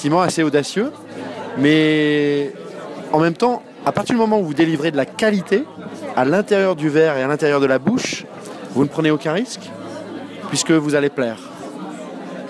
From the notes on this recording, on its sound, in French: Terrasse Mouton Cadet - Cannes 2016